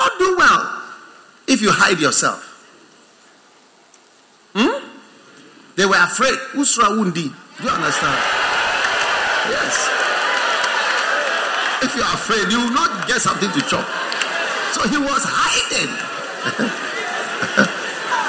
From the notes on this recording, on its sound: Preached at the First Love Center, Accra.